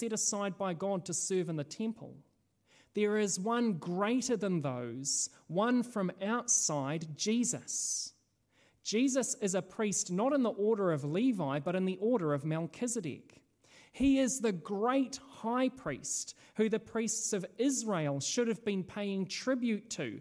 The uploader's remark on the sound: This sermon was originally preached at Holy Trinity Richmond.